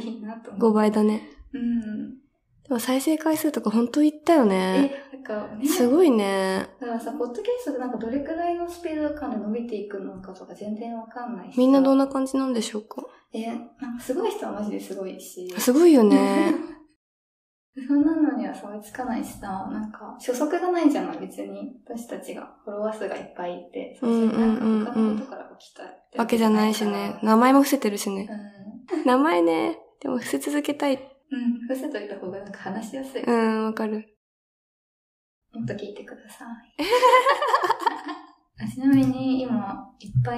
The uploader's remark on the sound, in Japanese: 運営会議議事録（雑音多めです、すみません）。音ひどすぎますか？ギリ聞けるレベルではある？机を触っちゃう音だけは気をつけよ。